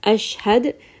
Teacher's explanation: دَال is going to have قَلْقَلَة. So we are going to bounce on this when we stop here.